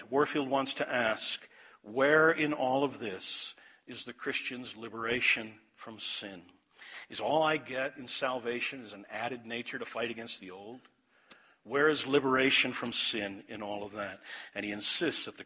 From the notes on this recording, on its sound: This message was delivered at The Clarus Conference, Desert Springs Church, Albuquerque, NM, March 9, 2012.